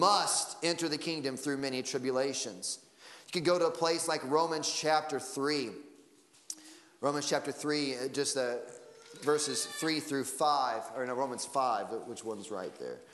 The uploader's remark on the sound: Sunday Morning Service Audio